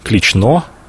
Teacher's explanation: Именно так произносится это слово с ударением на последний слог